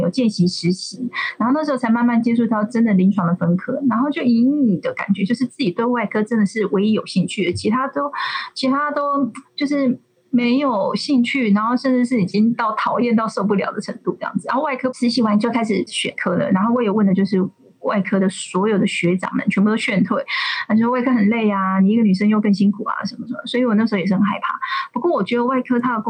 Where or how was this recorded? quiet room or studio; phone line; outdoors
phone line